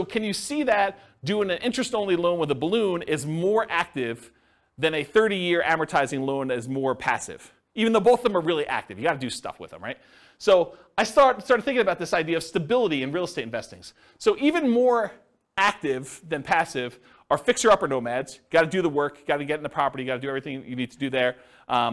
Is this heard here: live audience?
yes